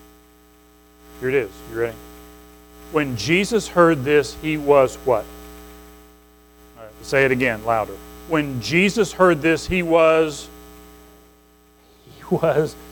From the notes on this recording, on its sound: Recorded at Madison Baptist Church in Madison WV on May 21, 2023.